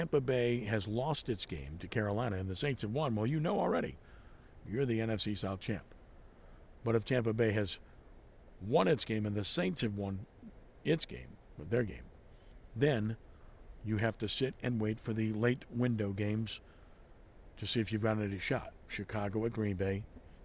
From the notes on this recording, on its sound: live at The 13th annual Allstate Sugar Bowl National Prep Basketball Classic